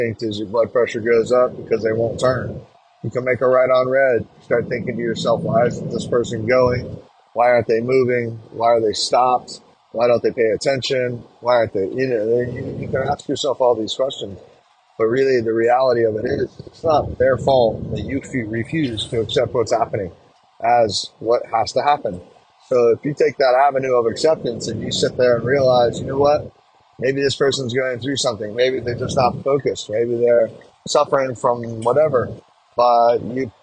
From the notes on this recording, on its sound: Our 13th episode was recorded while on a road trip, creating a different quality than our normal.